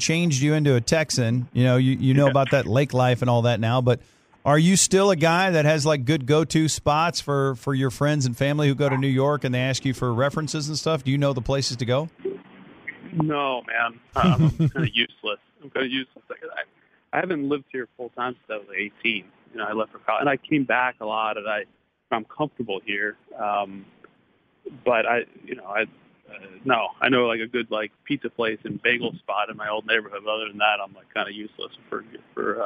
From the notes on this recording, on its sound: called